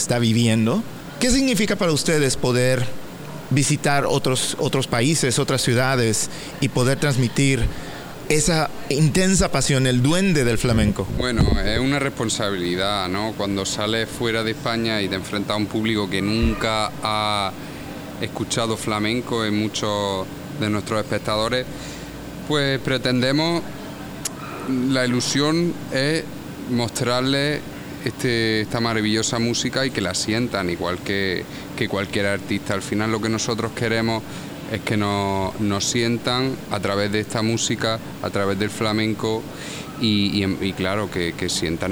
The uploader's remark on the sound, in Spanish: una conversación grabada tras bastidores, previa a su presentación en New City Brewery in Easthampton, MA